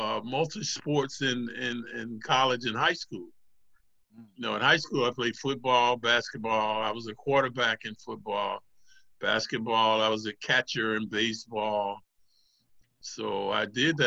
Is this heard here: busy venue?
no